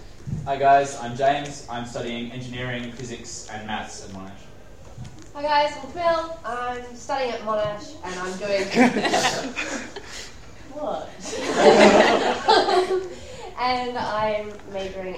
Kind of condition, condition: setting, live audience